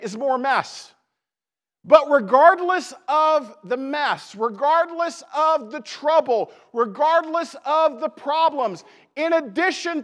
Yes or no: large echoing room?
yes